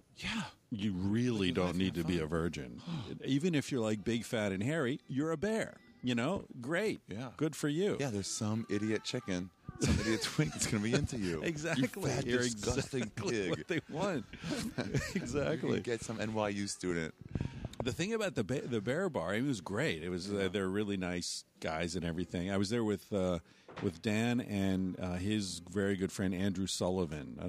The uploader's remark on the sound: in the bar at The Jane Hotel, in the West Village